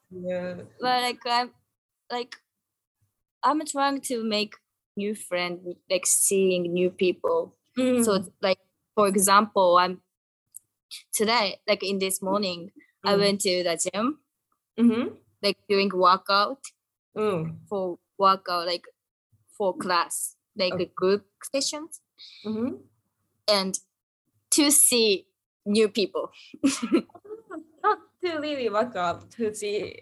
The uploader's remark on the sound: This episode was recorded through Zoom. The sound quality is not good.